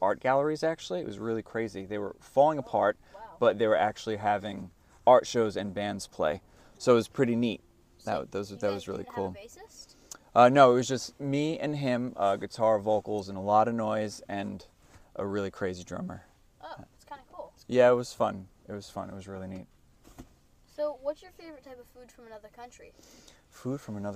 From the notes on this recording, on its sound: we hopped into their tour minivan outside a club in Baltimore and did a quick interview